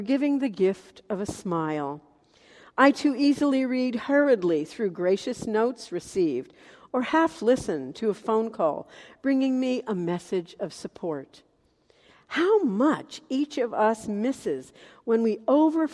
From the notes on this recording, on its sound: Message delivered in the Traditional Worship Service